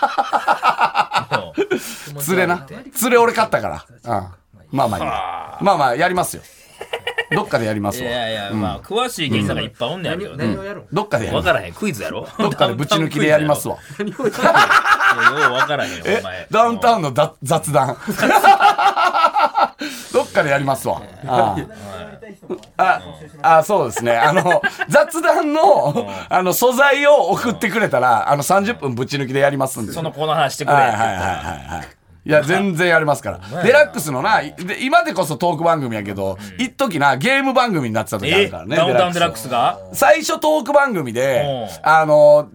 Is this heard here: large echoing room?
no